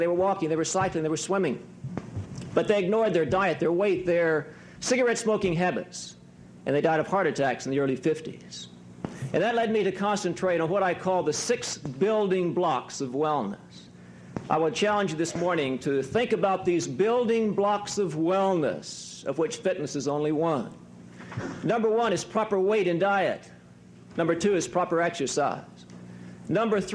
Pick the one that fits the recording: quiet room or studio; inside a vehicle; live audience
live audience